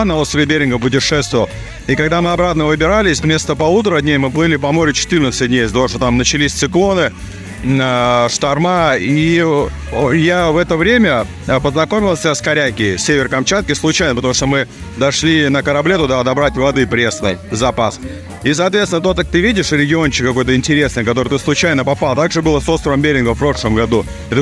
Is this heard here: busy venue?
yes